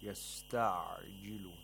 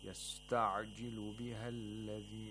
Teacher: The عَيْن has to be pronounced from the middle of the throat, from the pharynx, and without any قَلْقَلَة. · Shown in: first take